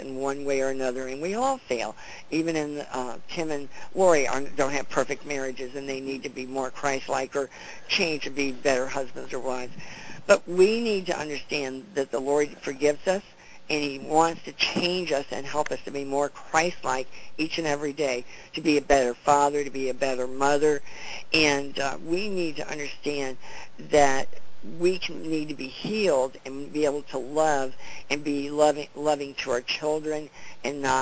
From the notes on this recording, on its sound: CONFERENCE CALL.